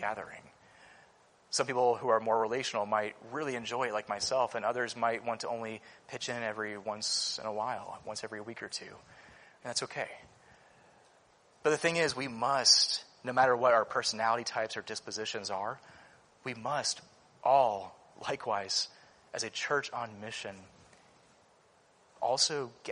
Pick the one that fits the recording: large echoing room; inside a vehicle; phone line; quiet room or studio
large echoing room